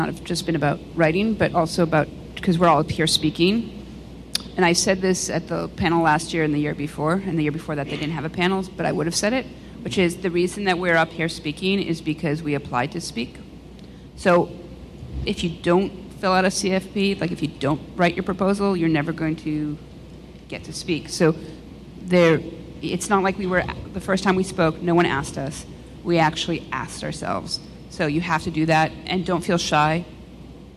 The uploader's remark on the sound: a special recording of the CSS Dev Conf 2015 Wrap Up Panel with lots of great questions from the audience